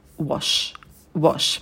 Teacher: На звуке w мы вытягиваем губы, потом краткие o и звук sh. Язык стремится наверх.